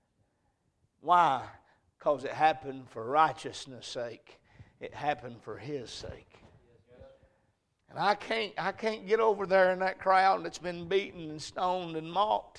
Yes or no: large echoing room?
yes